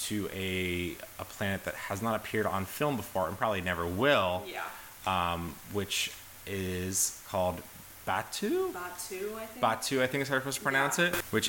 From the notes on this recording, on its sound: battling microphone technical difficulties